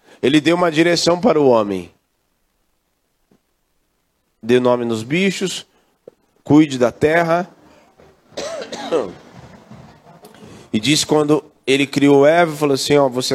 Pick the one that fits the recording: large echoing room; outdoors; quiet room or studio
large echoing room